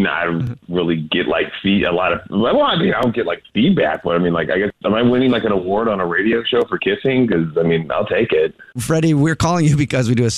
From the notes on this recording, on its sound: We get that other person on the phone